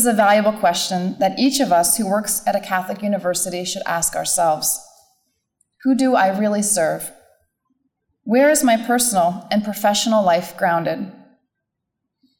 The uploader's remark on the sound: talk was part of the Fidelity and Freedom Conference at Franciscan University of Steubenville